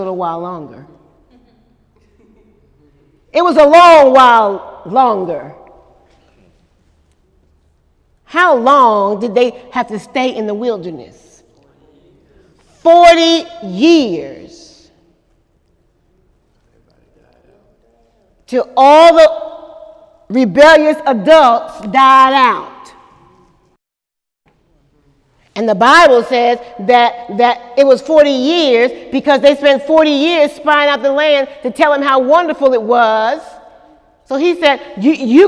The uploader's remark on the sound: During Wednesday night service on March 28, 2018